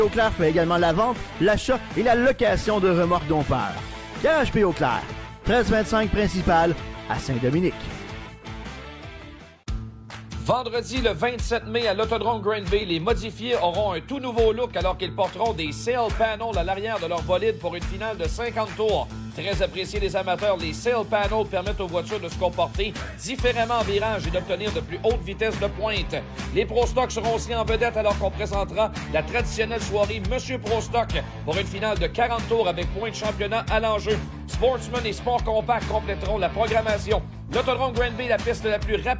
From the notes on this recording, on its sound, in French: Nous sommes en direct du Rpm Speedway pour lancer officiellement le Défi Urbain Chevrolet. Les pilotes invités qui participeront aux courses qualificatives sont en piste pour se familiariser avec les voitures avant la course de samedi soir.